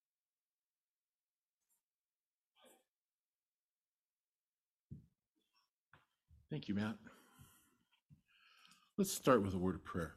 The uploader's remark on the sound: Sermon delivered at Trinity Community Church